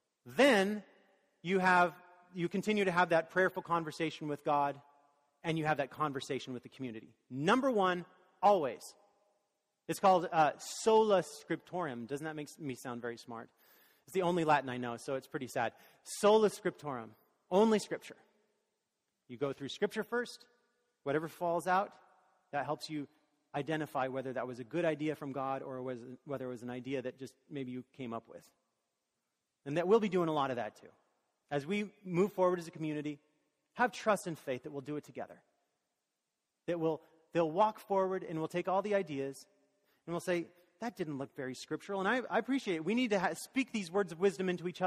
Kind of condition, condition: setting, large echoing room